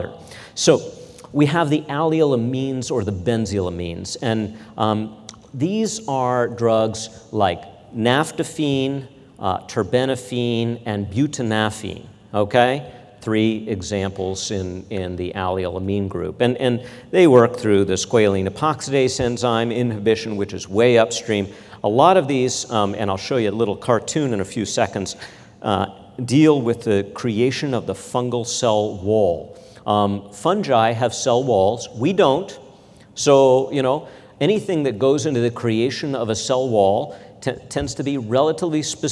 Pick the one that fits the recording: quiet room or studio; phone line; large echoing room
large echoing room